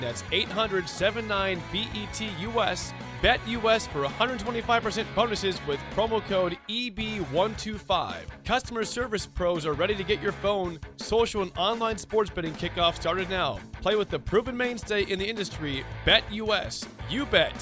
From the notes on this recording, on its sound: Tailgate Tuesday live from Chick-Fil-A